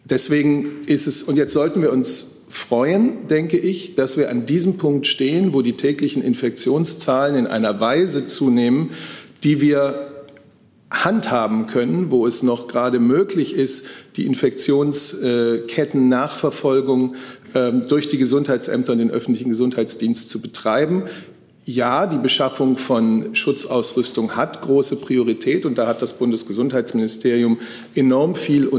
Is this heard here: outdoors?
no